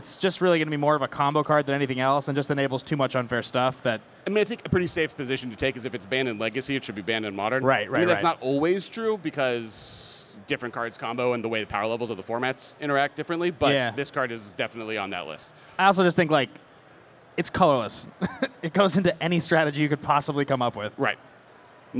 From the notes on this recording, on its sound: LIVE from MF: Seattle! Hosted a live episode at Magicfest in Seattle. A big thanks to Channel Fireball for inviting us to host this show!